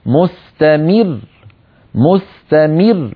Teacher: نضغط على ما قبل الحرف الأخير قليلا، بحيث لما نصل إلى الحرف الأخير نصل عليه بقوة، هكذا مستمر مستمر بهذا الضغط، ولا نقول مستمر هكذا مخففة كأنها حرف واحد، هذا لا يصح. · Term: النبر